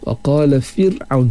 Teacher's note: nipiskan huruf ra' mati sebab sebelum dia berbaris kasrah